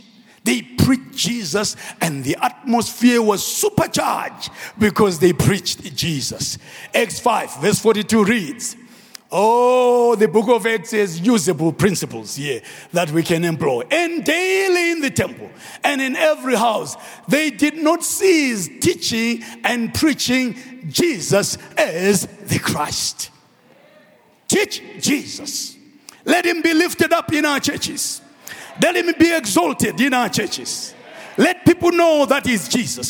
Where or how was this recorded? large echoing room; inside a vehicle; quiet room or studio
large echoing room